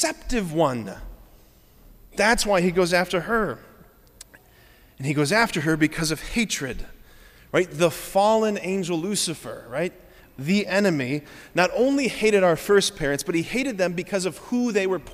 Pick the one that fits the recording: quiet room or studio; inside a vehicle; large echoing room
large echoing room